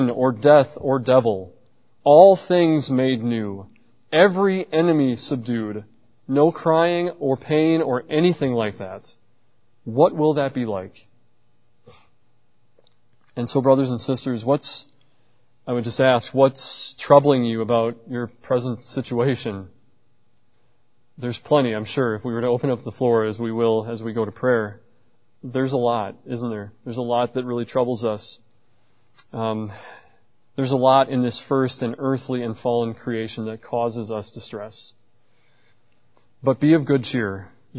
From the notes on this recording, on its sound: at Covenant Baptist Church in New Berlin, Wisconsin